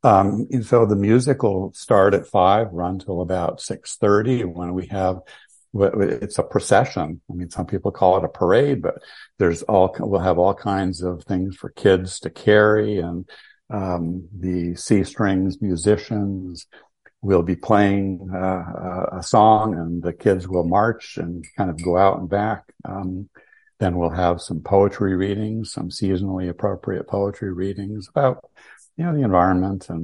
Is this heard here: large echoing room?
no